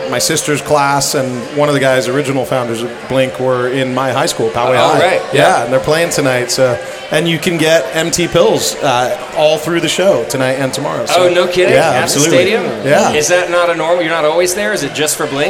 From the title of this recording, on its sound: Live from Modern Times